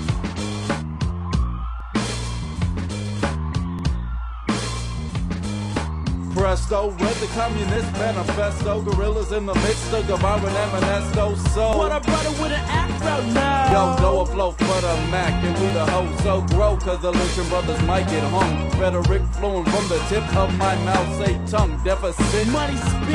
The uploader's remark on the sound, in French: nous diffusons l’enregistrement d’une interventuin enregistrée le 26 septembre à äris au CICP